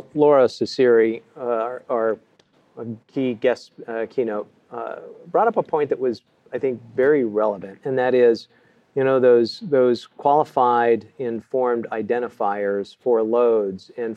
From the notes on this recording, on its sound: Live From Ignite. Live in San Antonio.